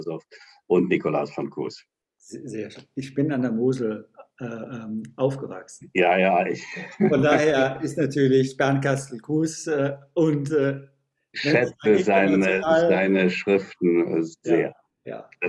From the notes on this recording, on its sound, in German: Das Treffen erfolgte über Zoom.